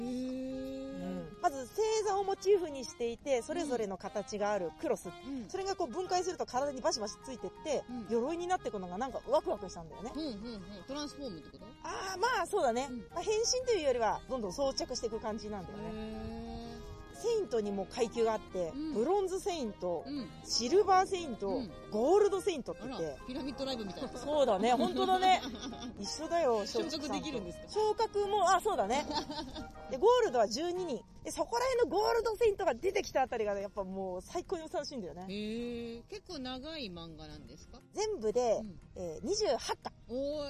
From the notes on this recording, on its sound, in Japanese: 今週はロケ収録です。中野・四季の森公園にて。紛れ込むさまざまな音も含めおたのしみください。